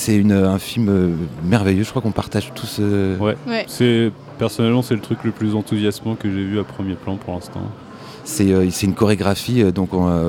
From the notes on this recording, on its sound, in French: Toute cette semaine, nous plantons nos micros dans le hall du Centre des Congrès pour suivre au plus près le festival Premiers Plans.